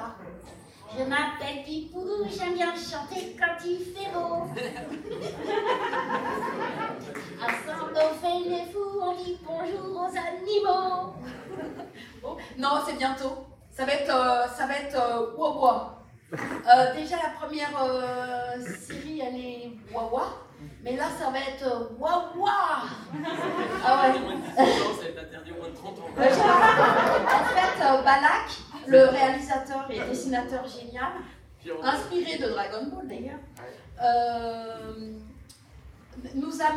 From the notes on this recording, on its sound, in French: Voici donc venir la première conférence/rencontre enregistrée lors de POPCON 2020. Il s'agit de la rencontre avec les comédiens de doublage présent sur le salon.